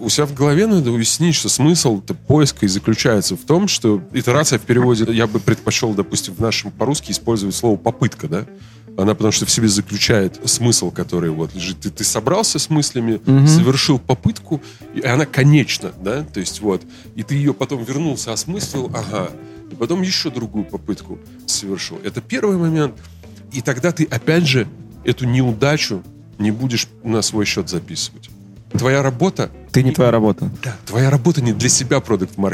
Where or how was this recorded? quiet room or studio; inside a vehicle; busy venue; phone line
busy venue